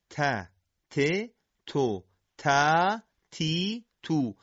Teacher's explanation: باید بدونیم که تارهای صوتی درشون ارتعاشی وجود نداره. اگر جدا شدن سر زبان از صفحه پشت لثه دندان های ثنایا به کندی صورت بگیره، حرف تا با حالت تیزی شبیه به صدای سین تولید میشه که این همون تای فارسی و یا تای مداحیه که در تجوید هم قابل پذیرش نیست. · Term: حرف تاء